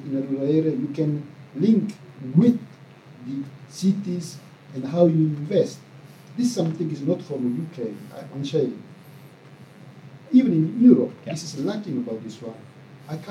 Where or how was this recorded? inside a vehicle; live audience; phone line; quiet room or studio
live audience